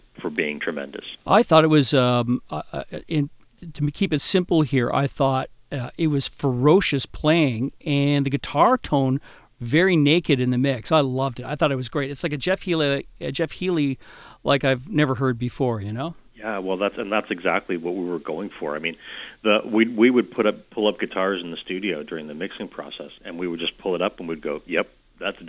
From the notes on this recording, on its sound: on the phone